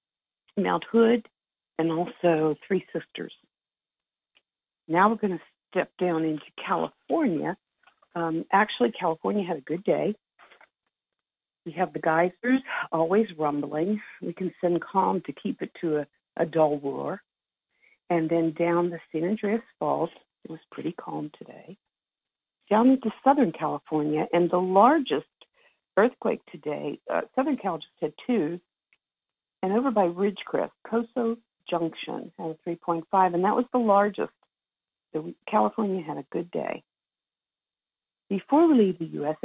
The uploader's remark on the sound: Conference Call LIVE